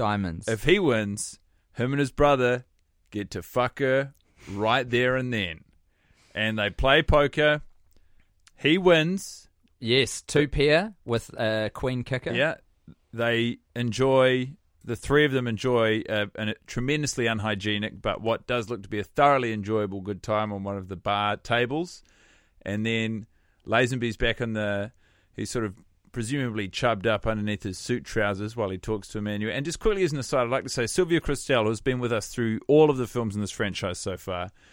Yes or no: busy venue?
no